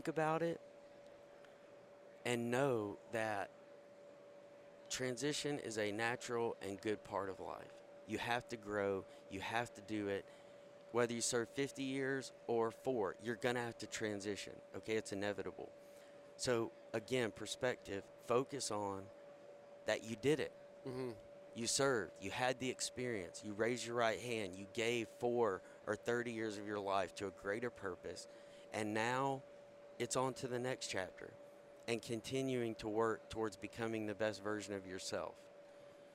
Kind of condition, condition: setting, busy venue